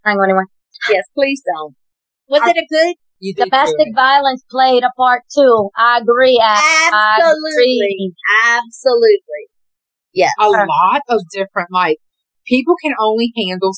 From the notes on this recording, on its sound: Excuse the audio, first timers here